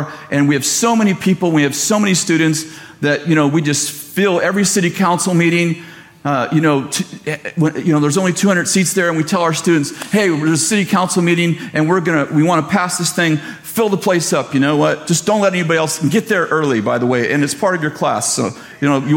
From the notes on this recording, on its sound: at Bethel Church in Redding, CA